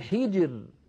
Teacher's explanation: الراء ساكنة وقبلها الجيم ساكنة وقبلها الحاء مكسورة، إذا نرقق هذه الراء وكأنها ري، كأنها مكسورة